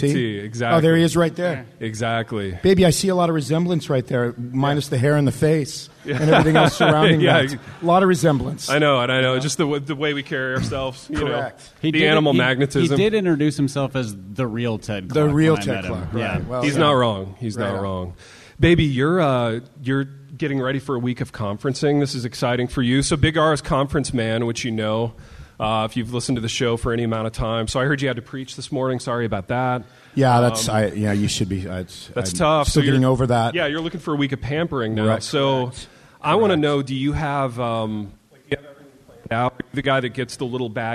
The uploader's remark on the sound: LIVE IN INDIANAPOLIS